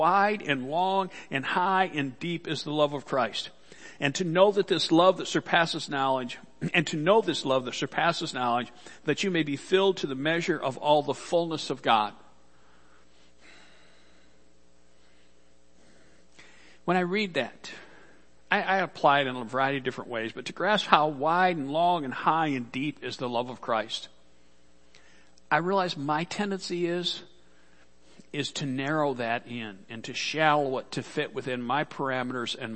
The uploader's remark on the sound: Worship Service - Audio